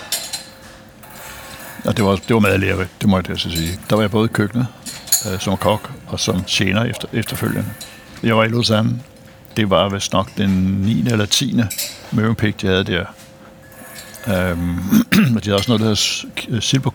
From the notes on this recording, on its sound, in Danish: Optaget på Nimb Brasserie, Tivoli, København.